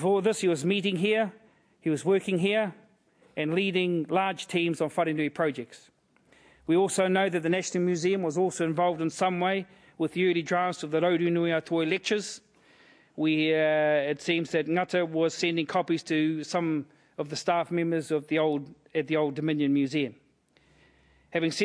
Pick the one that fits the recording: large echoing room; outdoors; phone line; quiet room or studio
large echoing room